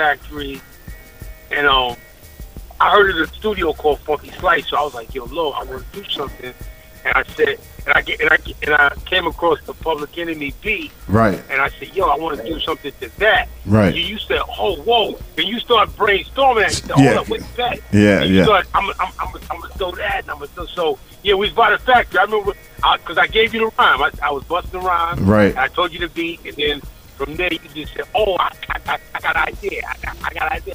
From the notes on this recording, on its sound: Via phone call in from ORANGEBURG SOUTH CAROLINA.